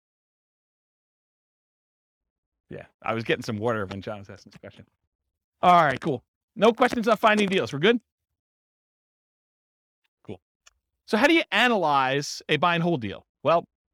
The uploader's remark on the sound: This was a live class recorded